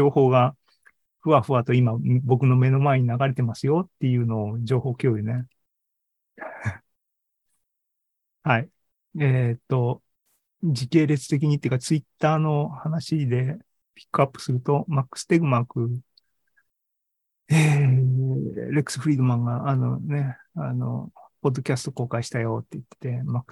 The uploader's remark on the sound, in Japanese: ZENKEI AI ポッドキャスト、シーズン４０は２０２３年４月２６日に開催した ZOOMライブの模様です。